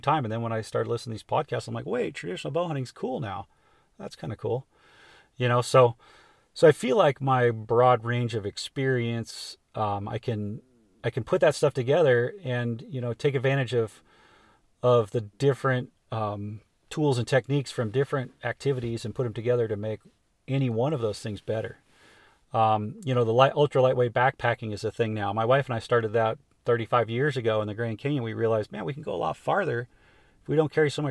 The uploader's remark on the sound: It was recorded at the spur of the moment sitting in the front seat of my truck in Arizona after a successful javelina hunt.